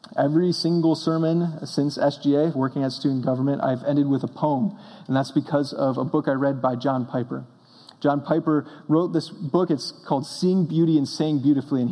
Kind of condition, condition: setting, large echoing room